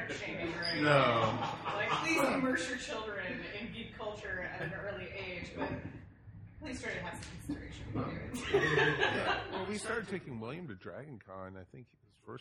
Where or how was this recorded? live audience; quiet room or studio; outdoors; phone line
live audience